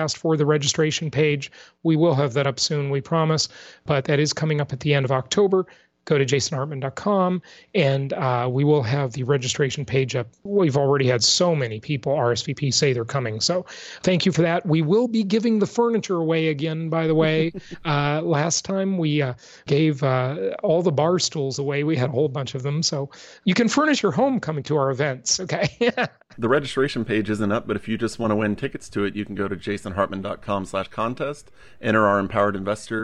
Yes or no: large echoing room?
no